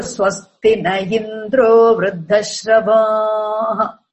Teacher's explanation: next to na, is a visarga, and visarga is dropped